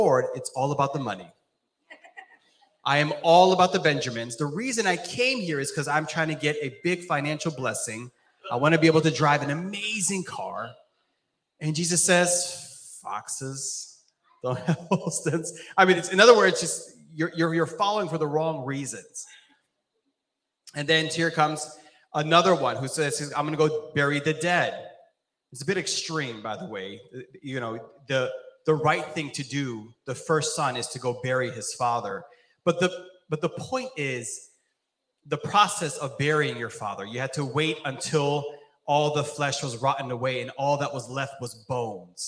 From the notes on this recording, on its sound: This JAT was recorded live on June 26th, 2022 at Newark United Pentecostal Church.